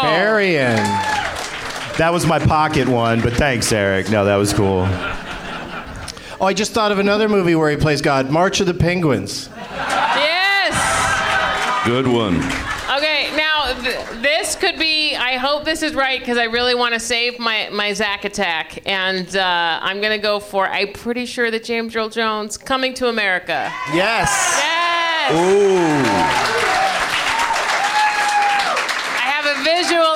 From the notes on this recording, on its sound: Live from the Helium Comedy Club in Philadelphia.